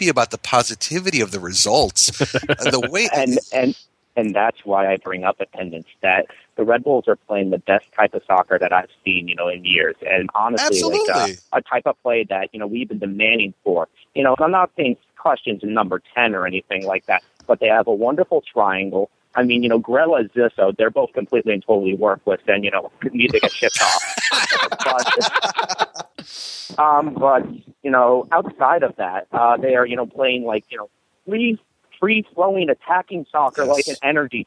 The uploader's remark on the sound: Special live call-in edition.